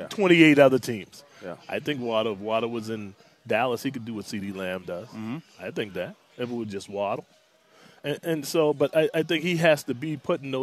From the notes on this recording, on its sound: joins the show live at Twin Peaks